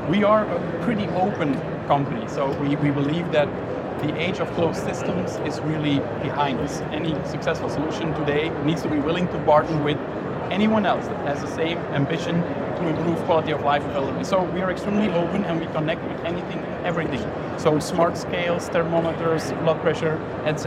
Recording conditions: busy venue